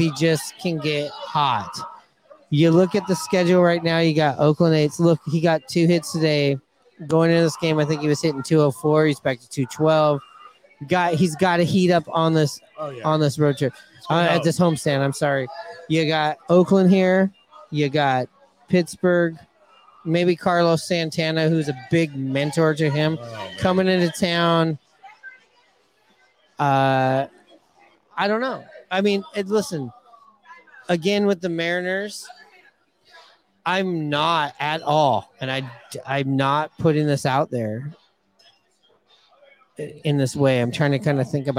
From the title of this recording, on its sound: Live from Hooverville Bar!